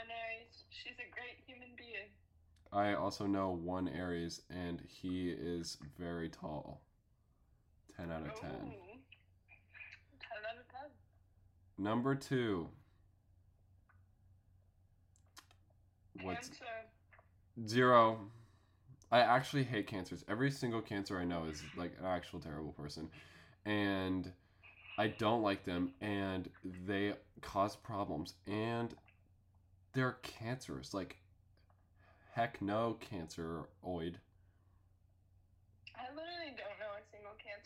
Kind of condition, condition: fault, poor sound quality